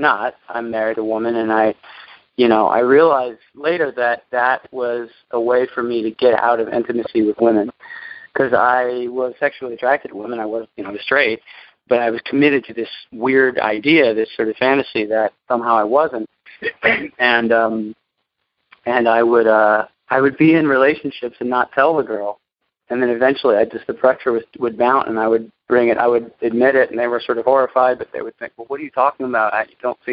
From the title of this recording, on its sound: Monday Noon Phone Speakers Series